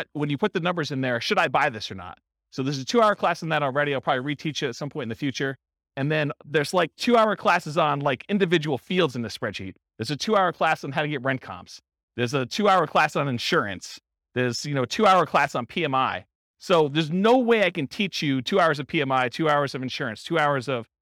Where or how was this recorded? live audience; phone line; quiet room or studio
live audience